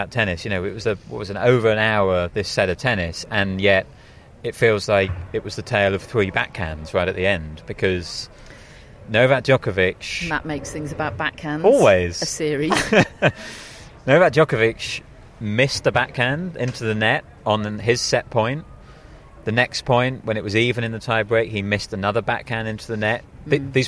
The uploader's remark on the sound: Live from Wimbledon Day 14